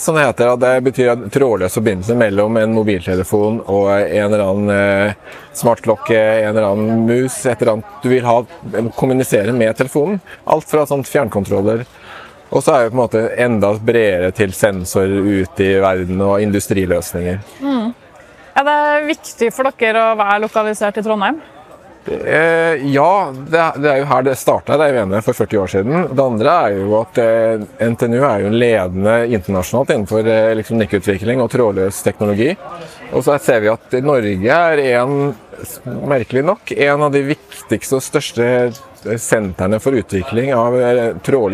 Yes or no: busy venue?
yes